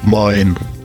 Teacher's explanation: Произносится оно на выдохе хрипловатым голосом простуженного моржа.